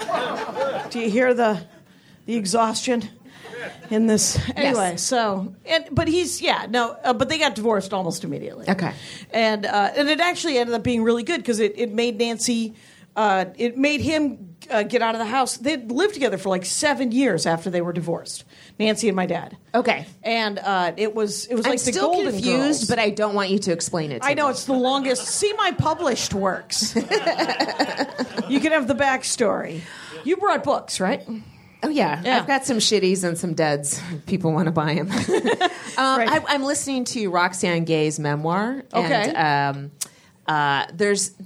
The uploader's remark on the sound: Recorded LIVE at Flapper's Burbank.